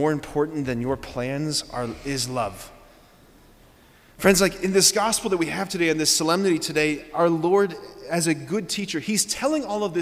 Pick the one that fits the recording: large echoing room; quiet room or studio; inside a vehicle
large echoing room